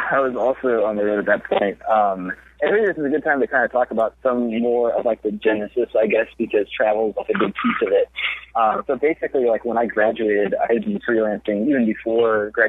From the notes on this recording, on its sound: joined us this episode via phone